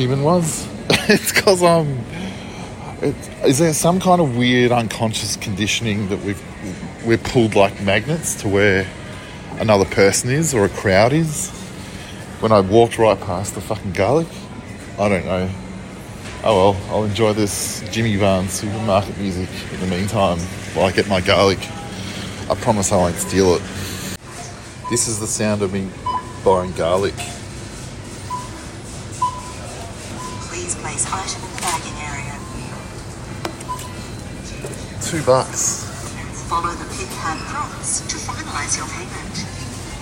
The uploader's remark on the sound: while walking around talking shit into my phone